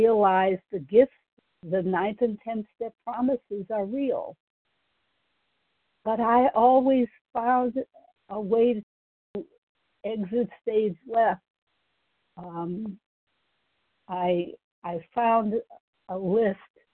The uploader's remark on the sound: Qualification from the 100 Pounders Phone Meeting.